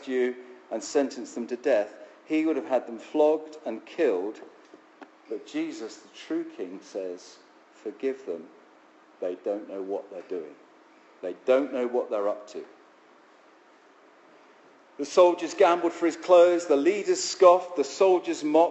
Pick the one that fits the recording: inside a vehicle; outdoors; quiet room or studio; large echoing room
large echoing room